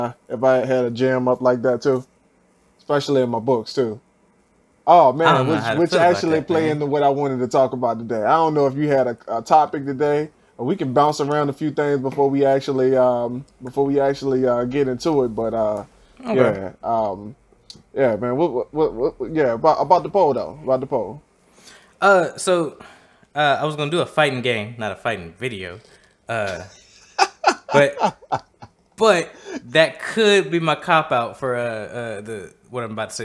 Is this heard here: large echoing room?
no